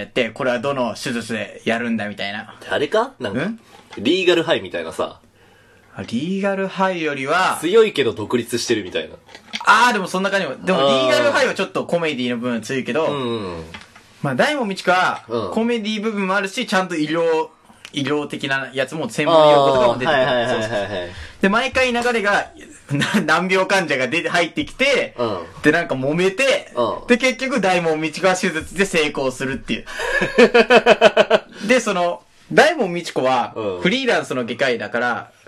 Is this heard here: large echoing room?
no